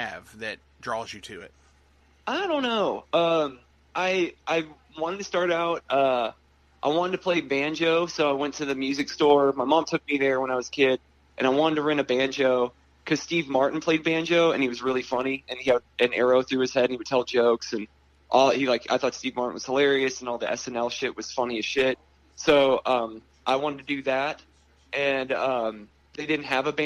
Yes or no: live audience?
no